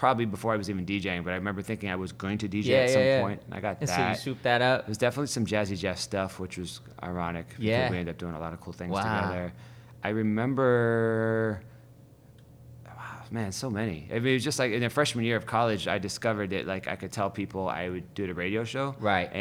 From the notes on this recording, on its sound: Recorded live at: The W in Hollywood CA.